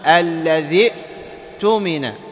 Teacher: فنحذف الياء ونحذف كذلك همزة الوصل · Term: همزة القطع